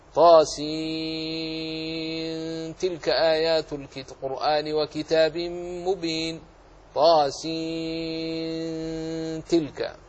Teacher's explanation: أما طاسين التي بدون ميم فالنون فيها بالاتفاق مخفاة في التاء